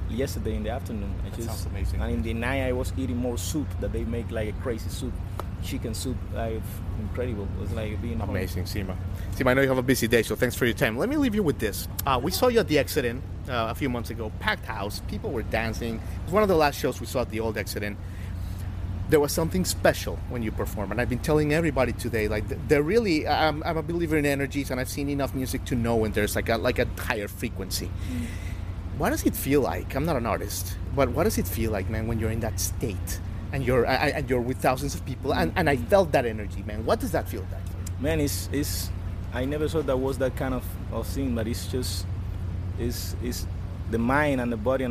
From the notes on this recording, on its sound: We begin coverage of The Bonnaroo Music and Arts Festival from a hot and energetic Manchester, Tennessee. We talk backstage.